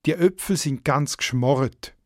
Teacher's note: Auch im Thurgau wird das «u» als «o» ausgesprochen. Ein geschmorreter Geldsäckel, wörtlich ein schrumpeliger Geldsäckel, das meint natürlich ein leeres Portemonnaie.